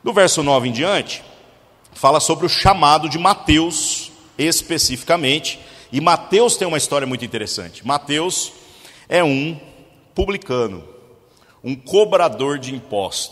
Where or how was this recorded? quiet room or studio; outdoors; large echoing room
large echoing room